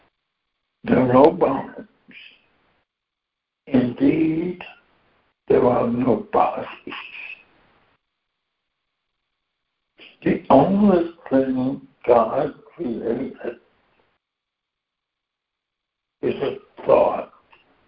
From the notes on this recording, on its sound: ACIM Daily Conference Call